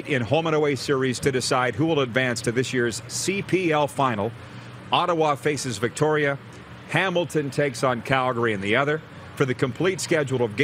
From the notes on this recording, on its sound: LIVE AT THE POMPANO BEACH HOUSE IN FLORIDA!